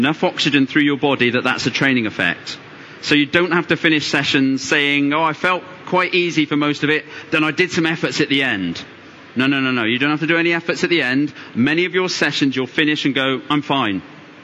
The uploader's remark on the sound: Recorded at the London Tri Show